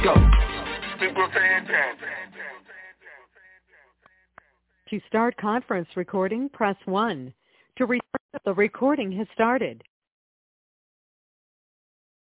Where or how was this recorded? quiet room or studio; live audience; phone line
phone line